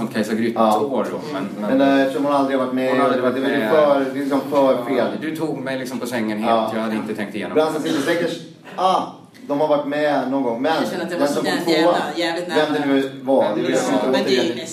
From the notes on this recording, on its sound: N&auml;r vi skulle spela in denna podcast framf&ouml;r maffig publik p&aring; Lund Comedy Festival s&aring; d&ouml;k det inte ljudteknikern som skulle spela in det hela upp s&aring; jag spelade in det p&aring; min mobil s&aring; det &auml;r riktigt d&aring;lig. (LIVE!). När vi skulle spela in denna podcast framför maffig publik på Lund Comedy Festival så dök det inte ljudteknikern som skulle spela in det hela upp så jag spelade in det på min mobil så det är riktigt dåligt ljud.